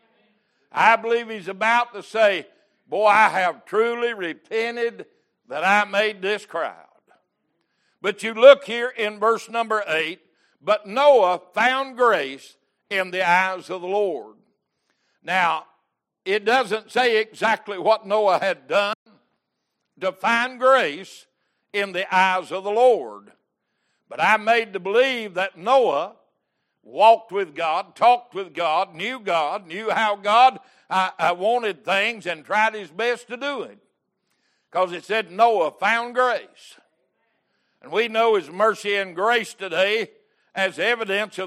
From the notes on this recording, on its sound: Wednesday Evening Service